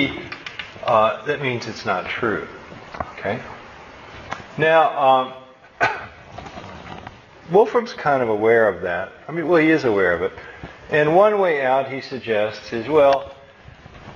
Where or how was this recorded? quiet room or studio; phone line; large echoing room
large echoing room